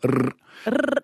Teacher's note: your tongue is making about 17 taps on your alveolar ridge when you do rrr.